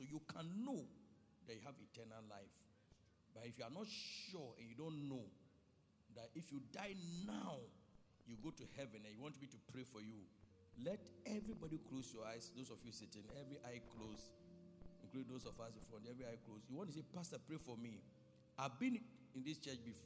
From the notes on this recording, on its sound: Preached at Loyalty House, Abbey, Dahwenya